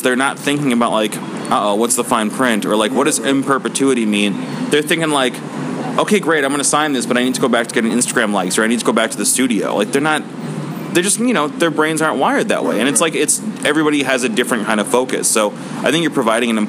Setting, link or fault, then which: setting, busy venue